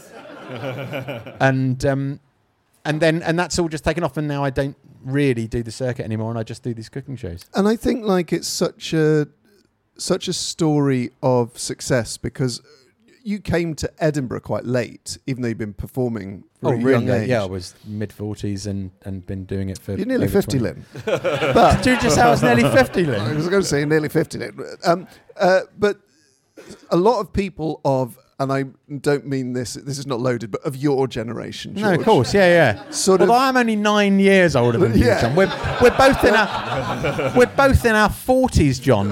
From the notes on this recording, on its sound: The Moon Under Water is ready to once again present itself live from within The Dagda Bar within the Edinburgh Fringe festival.